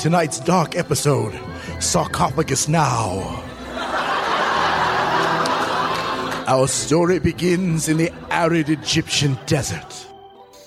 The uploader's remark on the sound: Recorded Live 3/3/2012 at Largo, Los Angeles.